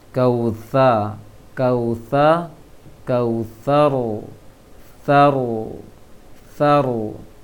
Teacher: Setiap ujung ayat ini tebal, ra-nya yang tebal, huruf sebelumnya tidak. · Term: huruf ra